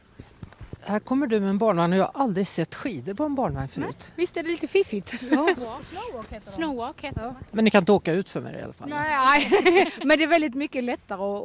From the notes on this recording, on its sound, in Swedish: live från Sälen och Mix Megapols Fjällkalas